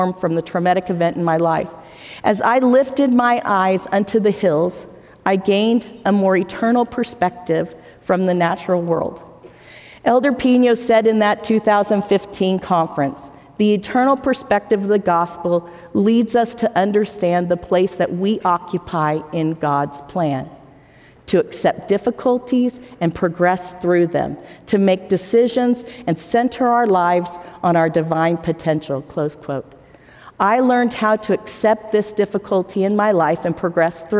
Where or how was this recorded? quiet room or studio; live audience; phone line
live audience